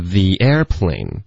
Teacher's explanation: 注意我们的重音 airplane 不太对，应该是 the airplane. OK,重音是第一个音节